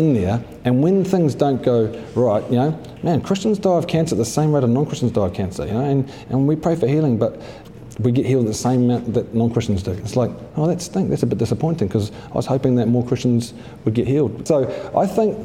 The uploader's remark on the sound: at a live event in Crave Cafe Auckland.